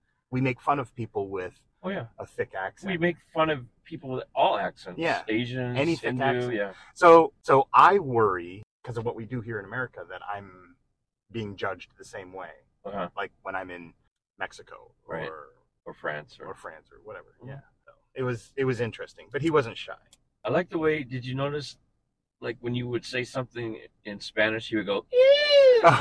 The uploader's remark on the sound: the candid audio of an actual taxi ride